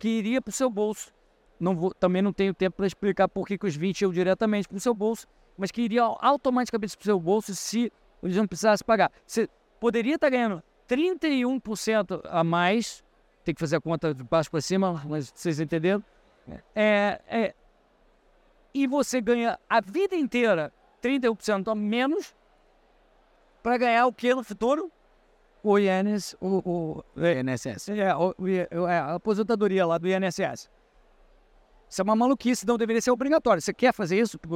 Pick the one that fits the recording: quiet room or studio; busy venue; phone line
busy venue